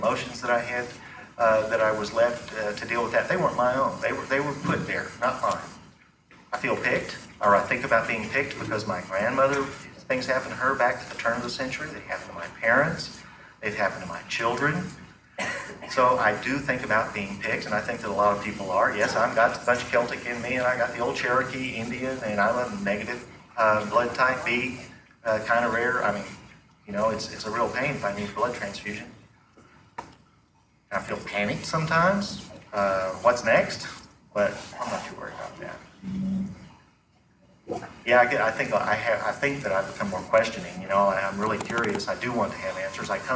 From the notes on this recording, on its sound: The audio quality is somewhat poor